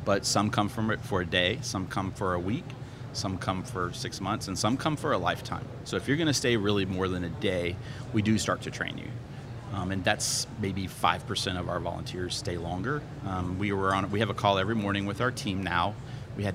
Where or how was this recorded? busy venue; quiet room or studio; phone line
busy venue